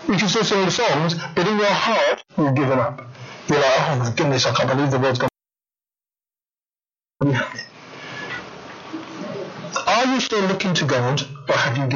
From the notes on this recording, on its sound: Apologies for the sound quality today, we have trouble recording.